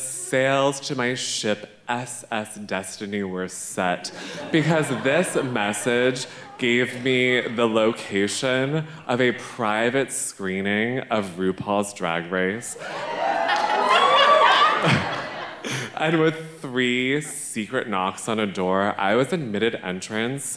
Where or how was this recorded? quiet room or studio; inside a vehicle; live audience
live audience